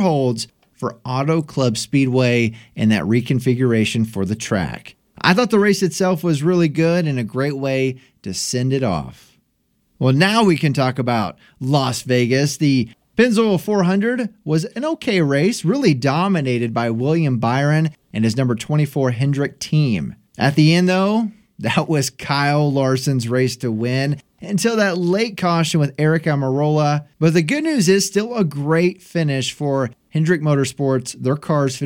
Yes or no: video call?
no